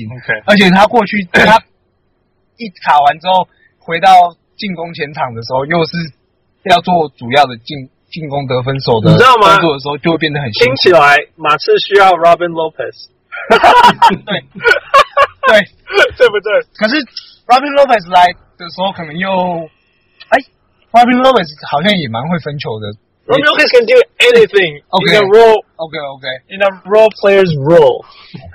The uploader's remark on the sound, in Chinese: 車上錄音音效不好請見諒